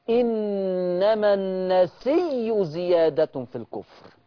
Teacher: هذه الهمزة النسيء هذه الهمزة أبدلت بياء، وهي أصلا مسبوقة بياء مادية، يعني الهمزة أبدلت بياء وقبل هذه الهمزة ياء، يبقى لما أبدلت بياء ومسبوقة بياء أخرى فأضغمت الياء في الياء فقرئت لورش، إنما النسي زيادة في الكفر. · Term: الإبدال بياء